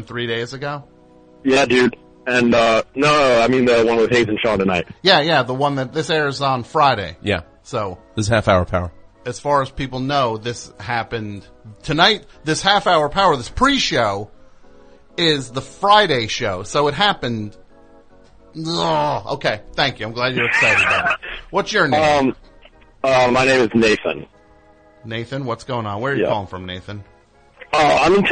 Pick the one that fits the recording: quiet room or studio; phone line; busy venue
phone line